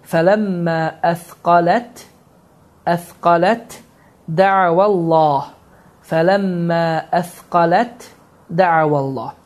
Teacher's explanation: Deməli, burada idğam mütəcənisin qaydası baş verir ki, tə hərfi oxunmur, də hərfi isə şəddələnir.